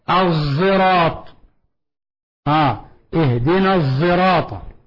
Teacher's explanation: قراءة قنبل عن ابن كثير قراءة متواترة اهدنا الصراط وبالزاي المشمة بالصاد المشمة صوت الزاي